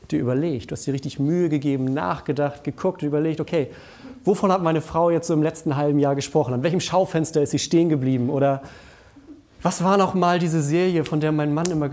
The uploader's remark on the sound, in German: Die Predigt aus dem Familiengottesdienst um 17 Uhr.